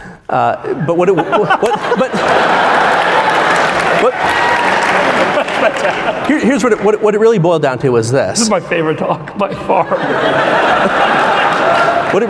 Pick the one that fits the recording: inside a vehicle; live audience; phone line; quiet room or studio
live audience